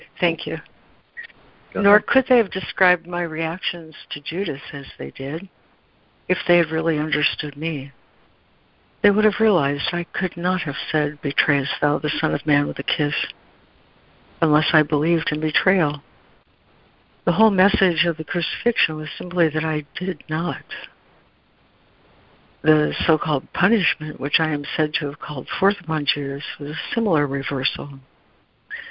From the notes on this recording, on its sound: ACIM Daily Conference Call